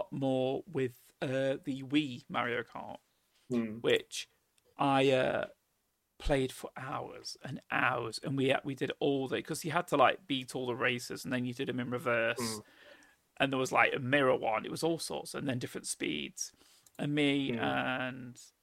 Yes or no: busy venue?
no